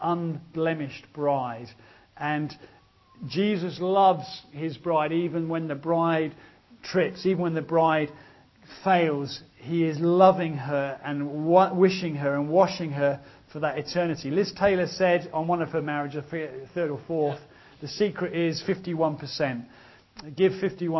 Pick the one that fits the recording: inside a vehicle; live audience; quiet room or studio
live audience